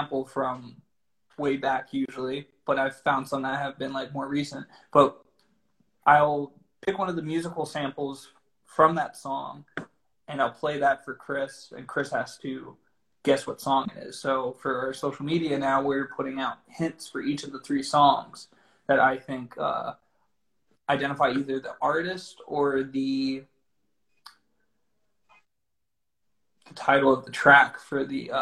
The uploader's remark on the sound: Instagram Live